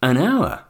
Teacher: But why do we say an hour? Because hour begins with a silent or non-aspirated H